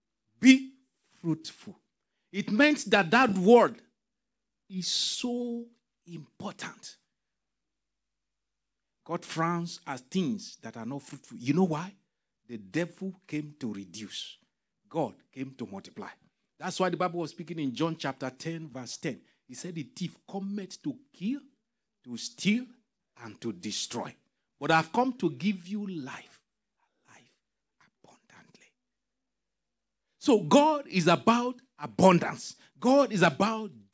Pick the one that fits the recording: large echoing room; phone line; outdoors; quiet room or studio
large echoing room